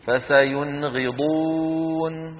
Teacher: أظهرنا النون عند الغين · Term: إظهار النون